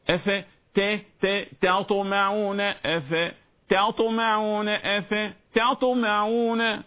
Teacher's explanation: فهي تاء طاء وليس تاء تاء، وليس طاء تاء وليس طاء طاء، إنما الصح تاء تطمعون، هكذا تأتي بالتلقي والمشافهة.